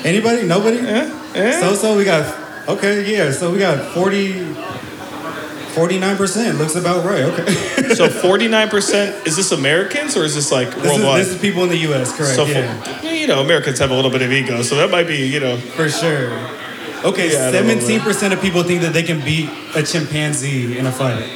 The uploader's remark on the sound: we made our way down to the Valley in Tacoma for our first ever live podcast